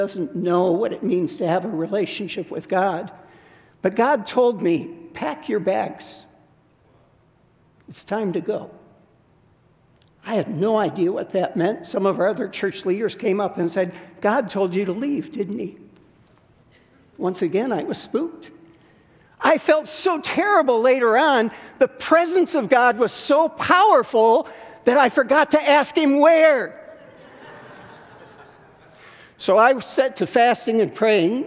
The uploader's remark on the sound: This content is from our first City Network Conference in 2022.